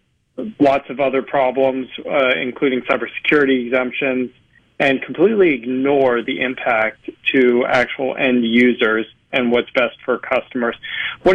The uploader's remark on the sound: Joins the conversation by video. Joins the discussion by phone.